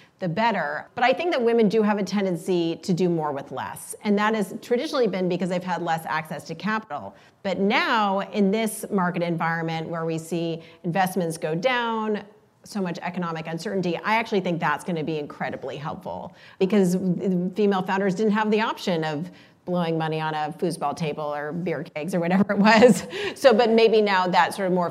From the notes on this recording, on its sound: In front of a live, female-majority audience as part of Greylock's Iconversations speaker series.